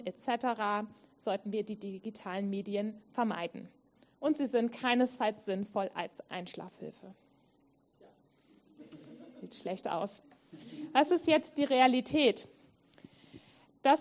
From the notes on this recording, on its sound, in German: Vortrag und Podiumsdiskussion